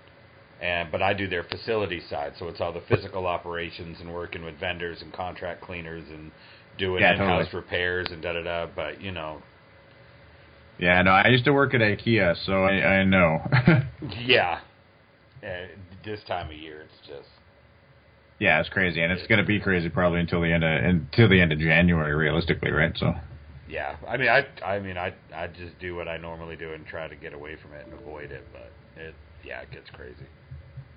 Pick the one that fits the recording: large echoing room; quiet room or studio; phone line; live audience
phone line